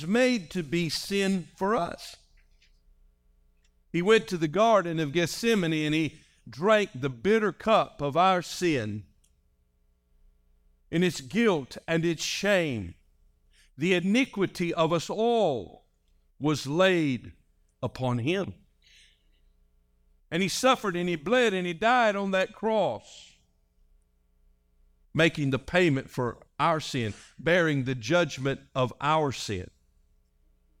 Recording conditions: large echoing room